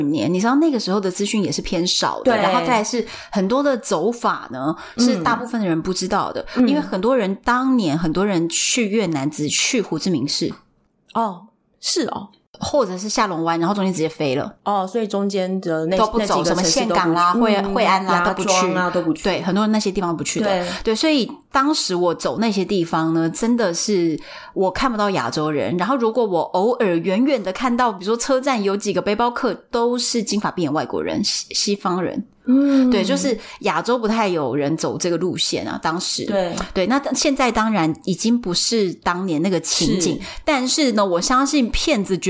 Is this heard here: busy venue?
no